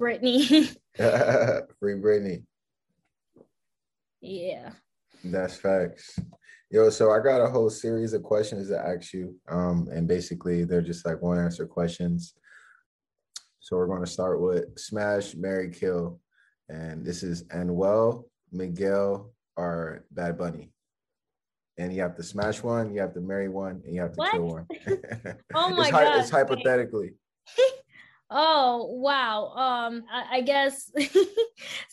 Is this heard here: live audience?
no